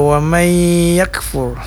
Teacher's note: Selanjutnya ada idgham bigunnah pada kata wa may yakfur, nun sukun bertemu dengan huruf ya. Ini namanya idgham, kemudian dia berdengung wa may, jadi nun sukunnya masuk kepada huruf ya dan kemudian dipanjangkan. Panjangnya sekitar 4 harakat juga wa may yakfur.